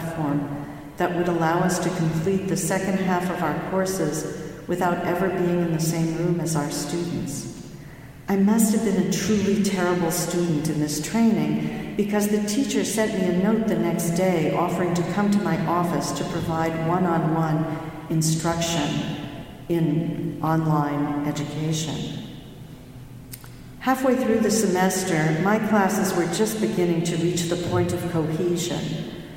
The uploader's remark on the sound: delivered the following remarks at Morning Prayers in Harvard's Memorial Church on March 11, 2020